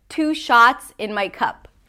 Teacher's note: Two tense oo, shots long ah, as in father